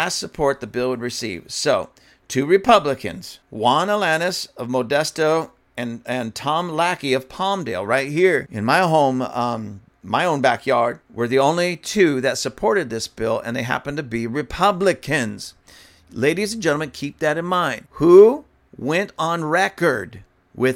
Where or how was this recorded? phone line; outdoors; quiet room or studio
quiet room or studio